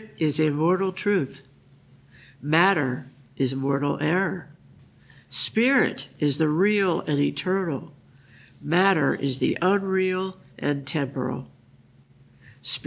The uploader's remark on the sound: The Sunday service audio from October 29th, 2023